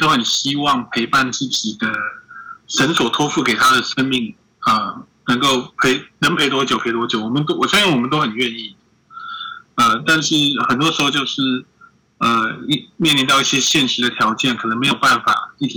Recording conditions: poor sound quality